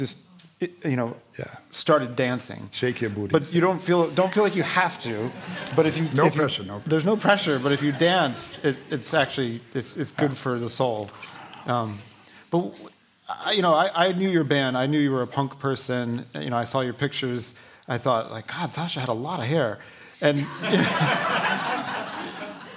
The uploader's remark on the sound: On stage for a conversation on love in wartime and the explosive power of literature.